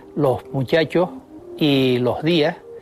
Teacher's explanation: aspiran los canarios la S que aparece a final de sílaba. · Term: aspiración